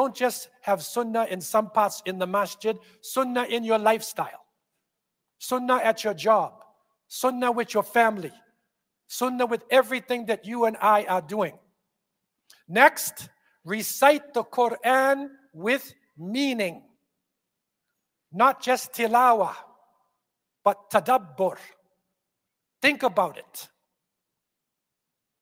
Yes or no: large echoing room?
yes